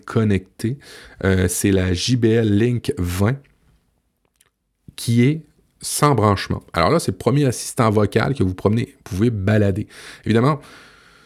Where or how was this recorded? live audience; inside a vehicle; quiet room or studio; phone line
quiet room or studio